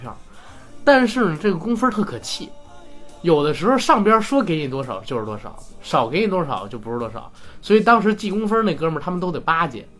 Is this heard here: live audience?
no